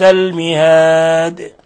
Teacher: المهاد وقفنا عليها بالسكون، الدال تقلقل ولا يخفى ما فيها من 3 العارض للسكون.